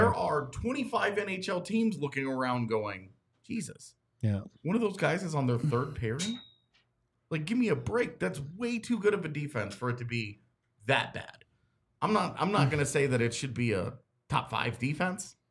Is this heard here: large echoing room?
no